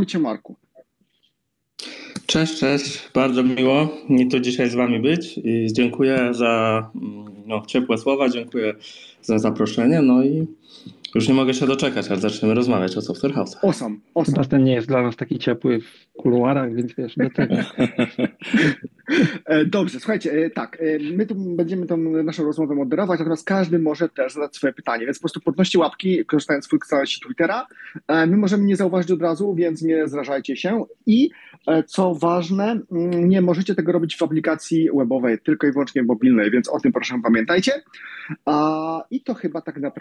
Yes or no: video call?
yes